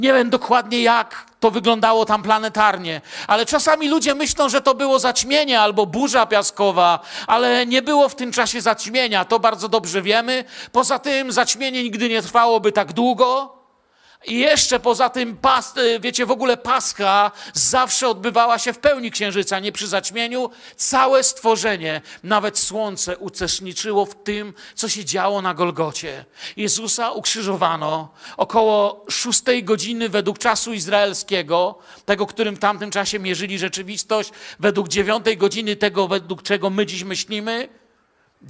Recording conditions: large echoing room